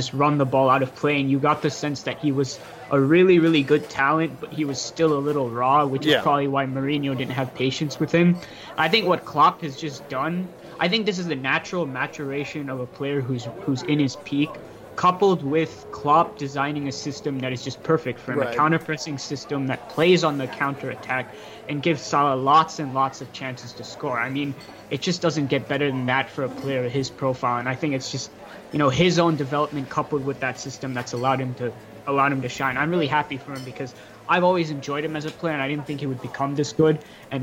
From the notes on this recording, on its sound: we decided to record while I was at the JFK airport bar